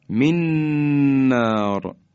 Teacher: من نار میشه من نار، خیلی محکم میگیم و حرف بعدی در حقیقت مشدد میشه · Term: ادغام